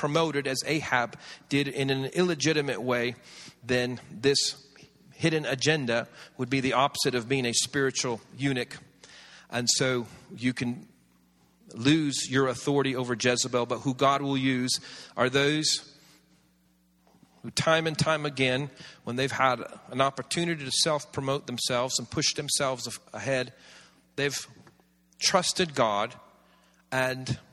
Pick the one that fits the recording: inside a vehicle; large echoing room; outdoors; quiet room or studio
large echoing room